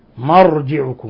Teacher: فخمنا الراء؟ لأن الراء سبقها فتح وهي ساكنة، فلا نقول مرجعكم وإنما نقول مرجعكم، معنى اتصال.